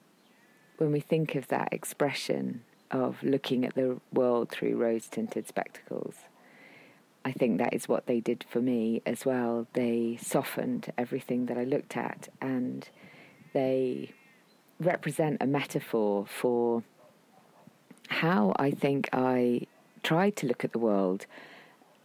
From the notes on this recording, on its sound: Forgive the wind, sheep and horses who intermittently appear in this episode - it was recorded in an open field in the wilds of Shropshire!